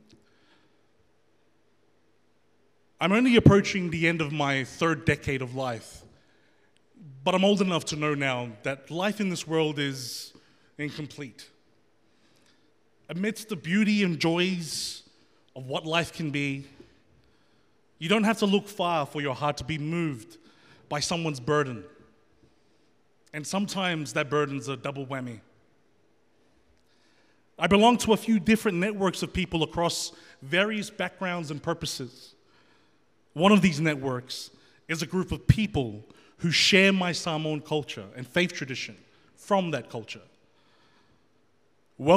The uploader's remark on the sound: The FaithFeed Live Studio Audience.